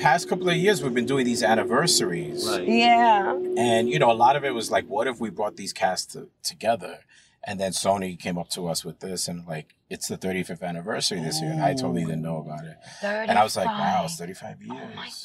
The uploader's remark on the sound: Hit the road to record across New York City in the all new 2022 Buick Enclave Avenir. The vehicle’s first-class seating for up to seven made for a comfortable mini road trip as we scooped up and packed in our culture-shifting guests. Connecting her playlists to the vehicle’s awesome sound system with Apple Air Play.